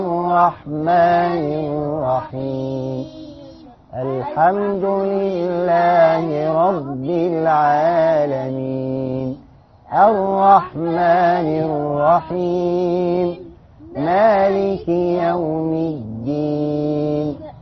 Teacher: النون في العالمين، والميم في الرحيم، والنون في الدين، ونستعين، والميم في مستقيم، والنون في الضالين، هنسكنها، مش هينفع نقول الرحمن الرحيم الدين.